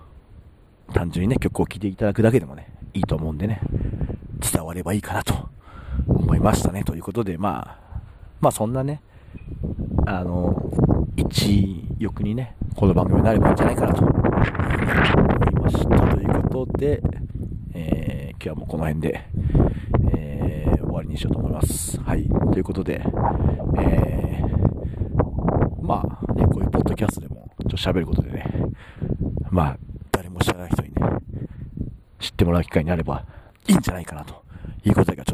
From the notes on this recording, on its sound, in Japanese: 今回は収録時風がめちゃくちゃ入り込んでしまい聞きづらいです。